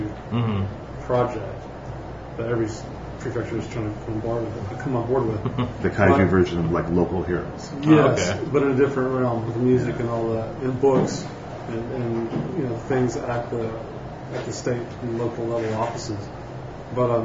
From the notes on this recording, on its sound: Live from the Monster Attack Team launch party in San Diego California.